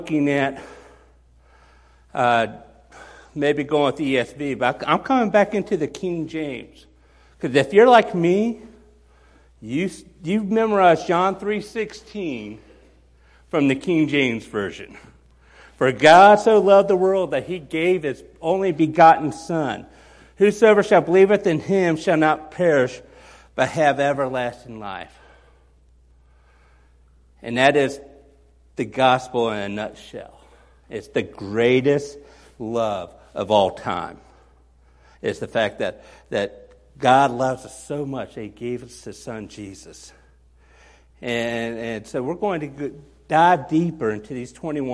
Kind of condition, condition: setting, large echoing room